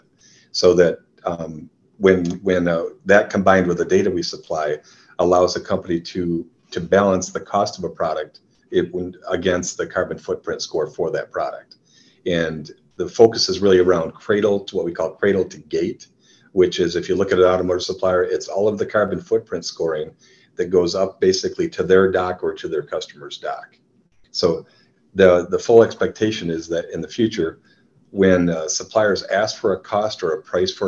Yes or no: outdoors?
no